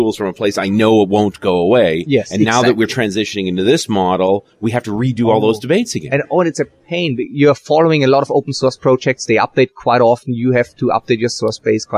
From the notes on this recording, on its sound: While at the Norwegian Developers Conference in Oslo, Norway.